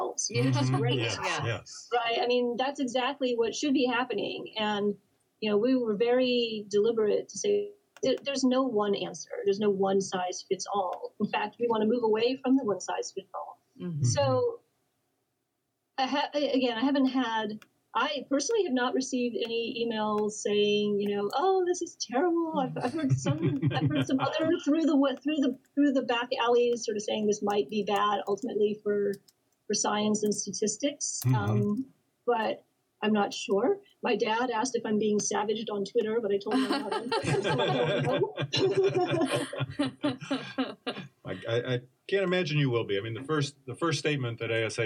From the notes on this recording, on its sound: We Apologize for Technical Difficulties